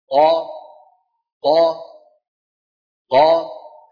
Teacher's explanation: يعني لو قيل لك انطق قافا مفتوحه تقول هكذا قا قا قا، هذا قا كم عمل؟ هما عملان، العمل الأول عمل مخرج القاف اللي هو أقصى اللسان، وصاحبه مخرج الألف اللي هو أم الفتحة